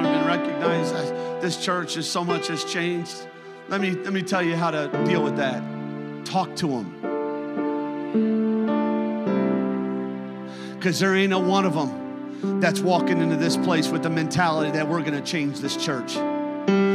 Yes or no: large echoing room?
yes